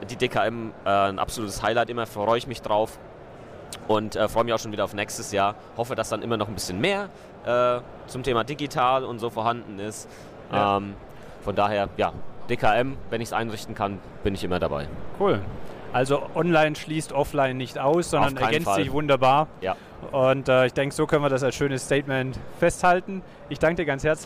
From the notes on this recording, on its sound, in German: Da die Aufnahmen direkt auf der Messefläche gemacht wurden, ist der Ton ab und zu nicht in gewohnter Qualität.